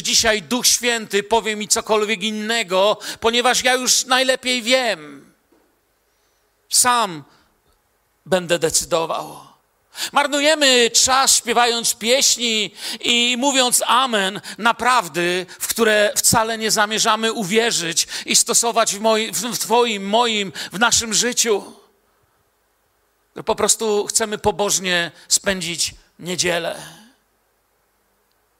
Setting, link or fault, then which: setting, large echoing room